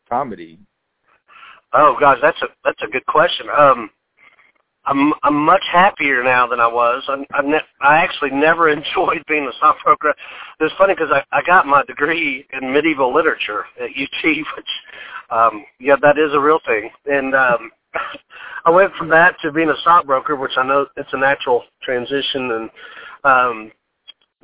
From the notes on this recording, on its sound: joins the podcast via telephone